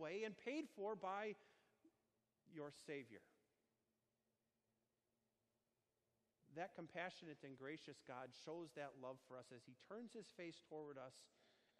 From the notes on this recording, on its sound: Sermon delivered on Sunday, June 16, 2019, on Holy Trinity Sunday at Our Savior Lutheran Church in Birmingham, AL.